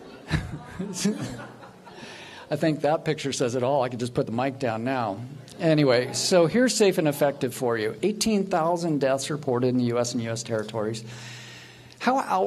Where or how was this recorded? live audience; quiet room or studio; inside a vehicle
live audience